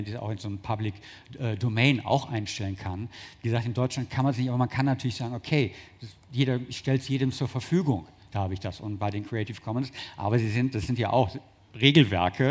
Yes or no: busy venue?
yes